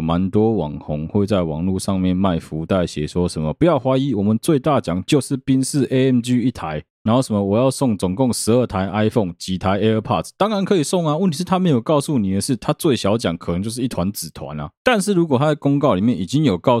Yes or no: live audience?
no